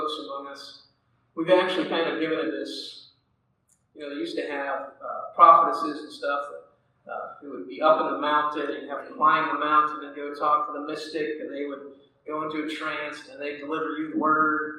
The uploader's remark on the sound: Audio quality is not great on this one.